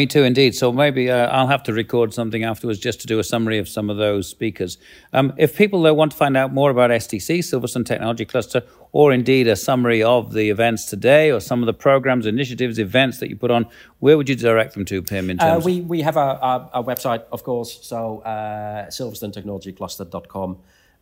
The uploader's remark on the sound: reports direct from STC's annual Innovation and Growth Conference